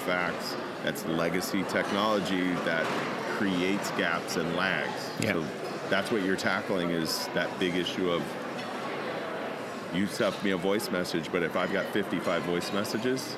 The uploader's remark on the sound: User Conference Post-Show. SoftWriters’ team members, exhibitors, partners, and conference attendees live from the show floor.